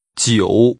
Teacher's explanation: The tones are falling, rising. 九 And high level.